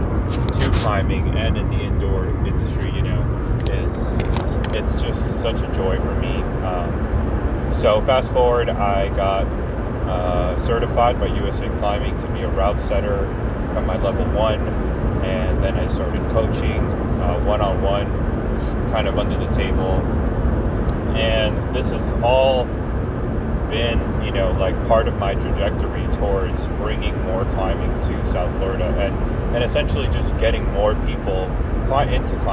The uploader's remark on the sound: Recorded this in my car